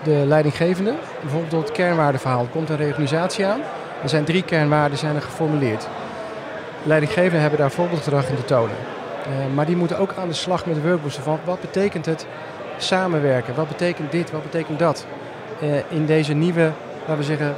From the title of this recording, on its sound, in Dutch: Breda Startup night 4 april Live